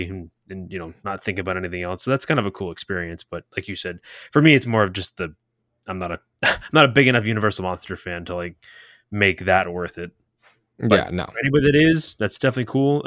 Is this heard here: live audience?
no